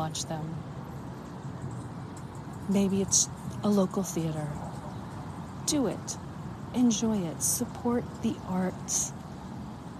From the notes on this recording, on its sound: LIVE from Playhouse Square Cleveland, Ohio. At Public Square, Cleveland, Ohio, USA. This is a special on location Walk and Talk of our Mindfulness Summer Tour 2022.